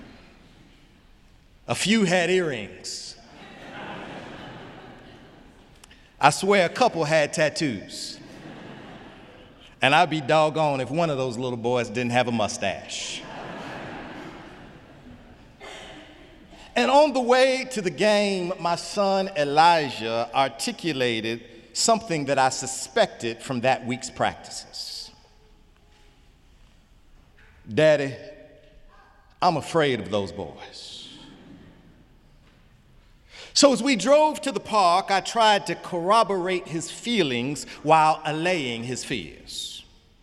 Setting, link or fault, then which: setting, large echoing room